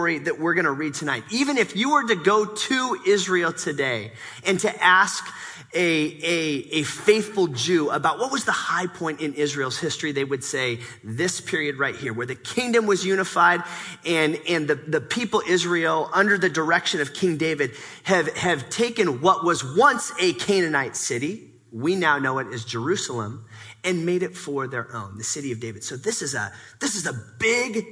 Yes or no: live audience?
yes